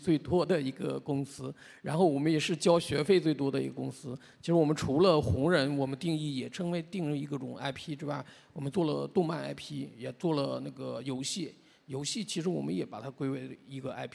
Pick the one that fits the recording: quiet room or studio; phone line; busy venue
busy venue